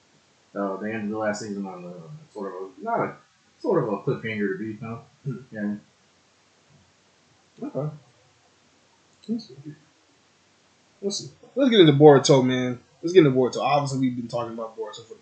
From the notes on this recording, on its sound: Slight Audio issues in this episode